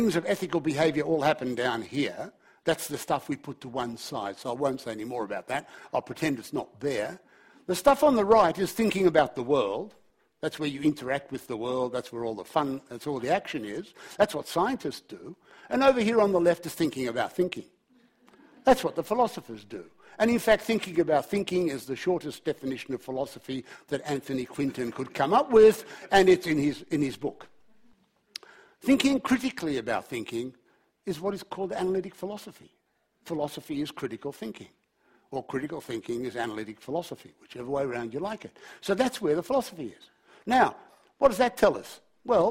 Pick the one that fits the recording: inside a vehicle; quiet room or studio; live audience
live audience